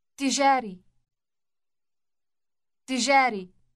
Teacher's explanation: Note the doubled or elongated T sound on its beginning.